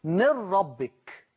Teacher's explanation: في مثال من ربك اختلطت النون بالراء، بقوا حاجة واحدة · Term: الإضغام